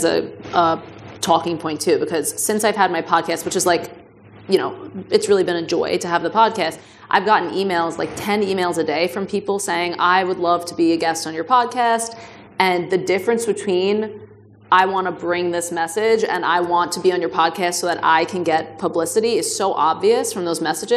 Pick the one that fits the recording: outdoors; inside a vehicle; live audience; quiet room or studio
live audience